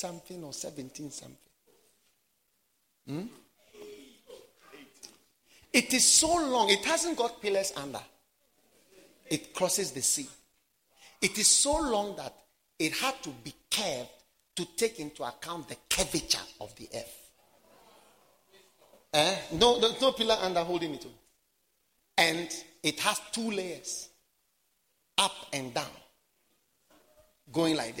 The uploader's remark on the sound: Preached at the Wisdom Impartation Service.